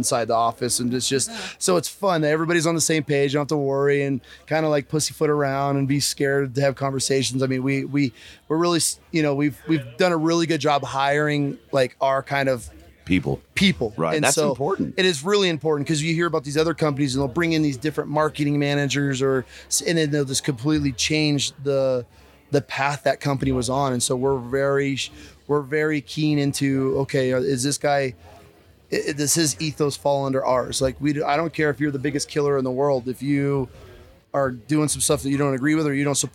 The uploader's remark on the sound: Live from Mountain Archery Fest